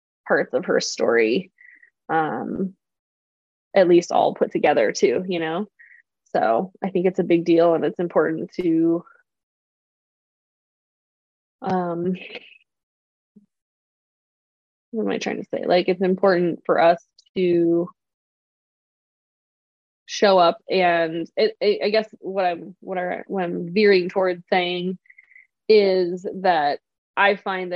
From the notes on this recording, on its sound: Recorded this New Moon zoom.